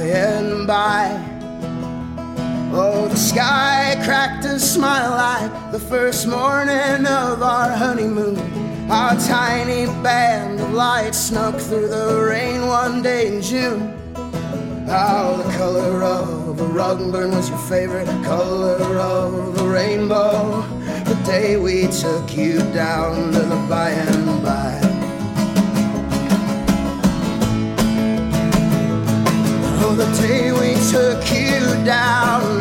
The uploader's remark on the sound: Live from the Whispering Beard Festival in Friendship, Indiana part two.